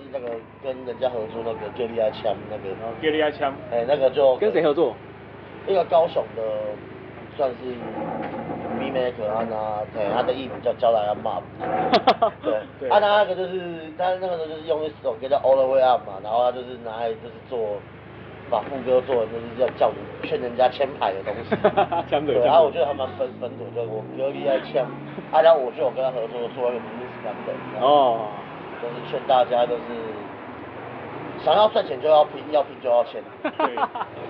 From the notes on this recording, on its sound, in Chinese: Anchor。錄音地點：台南 牽咖啡 Chen Coffee。